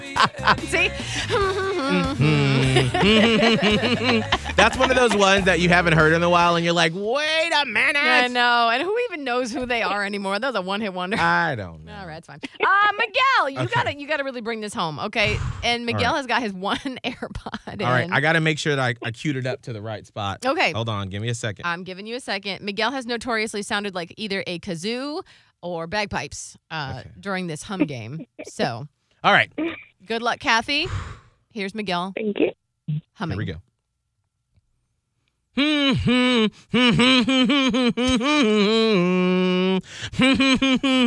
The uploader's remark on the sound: We each hum a song for a caller on the phone.